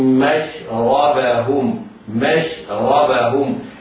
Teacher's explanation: الميم والشين مرققتان، لا يسبق اللسان وينطقها المفخمة مشربهم، لا، الميم والشين مرققتان بعدهما راء مفخمة